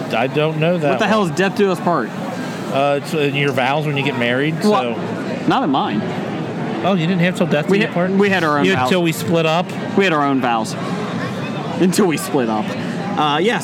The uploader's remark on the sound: Recorded at Cincinnati Comic Expo